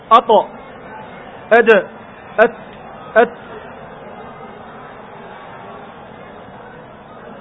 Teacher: والطاء والدال وتاء منه أي من طرف اللسان، ومن عليا الثنايا أي مع أصول الثنايا العليا تخرج هذه الحروف الثلاثة